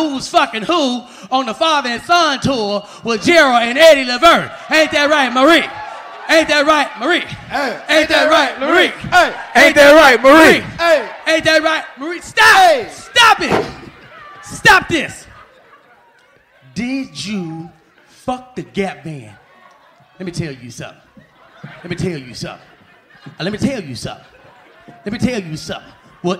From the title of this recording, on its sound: LIVE In Birmingham!